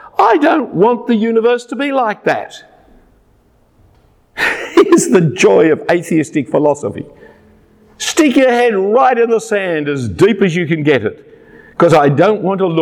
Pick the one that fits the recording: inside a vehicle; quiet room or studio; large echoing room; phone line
large echoing room